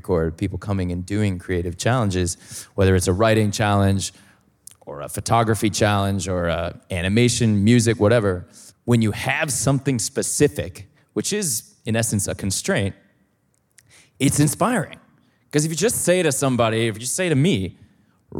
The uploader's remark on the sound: We put on two live Talkhouse tapings as part of their comedy lineup. We also hosted a live talk under the fest's Ideas banner. Today’s show was recorded at Life Is Beautiful. At Hook and Fade Studios in Brooklyn.